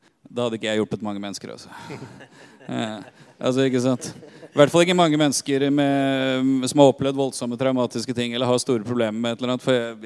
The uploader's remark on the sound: LIVE fra konferansen "Tjenestegavene" i Jesusfellesskapet